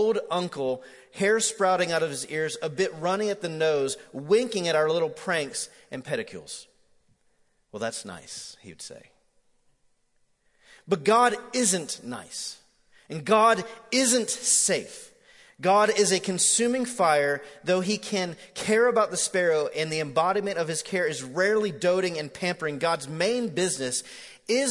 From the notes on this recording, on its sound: MJ campus. Recorded live at The Fellowship at Mt Juliet.